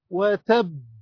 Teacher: باء حرف مشدد موقوف عليه مع القلقلة